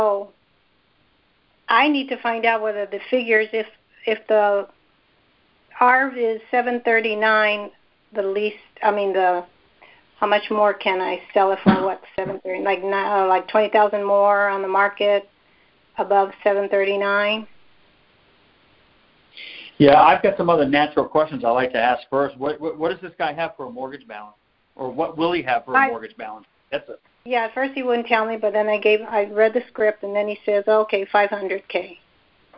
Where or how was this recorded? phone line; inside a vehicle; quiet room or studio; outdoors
phone line